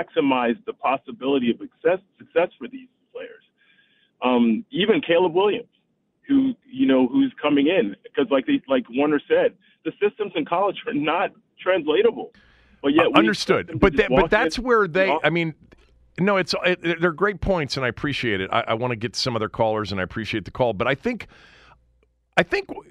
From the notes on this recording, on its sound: Opened up the phones to callers to weigh in on the QBs and the future at the position.